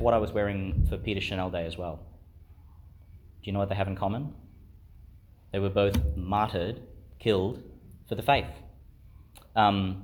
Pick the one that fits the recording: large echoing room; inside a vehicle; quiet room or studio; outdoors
large echoing room